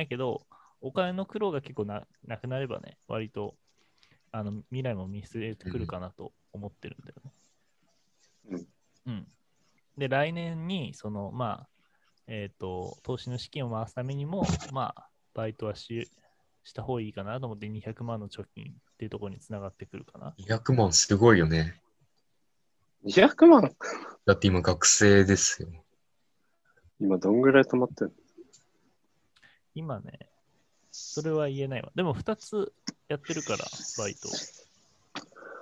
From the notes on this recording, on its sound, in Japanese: 音声が聞き取りづらい等々、気になるところはありますが、徐々に改善していこうと思います。